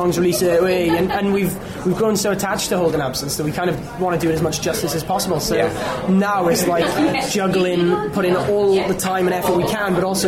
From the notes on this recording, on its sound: at Slam Dunk Festival - North 2018